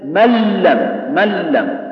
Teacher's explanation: فأما الراء واللام فيدغم النون والتنوين فيهما بغير غنى، هذا المأخوذ به في الأداء، فينقلبان من جنسهما قلبا صحيحا، ويدغمان إدغاما تاما، ويصير مخرجهما من مخرجهما، وذلك باب الإدغام.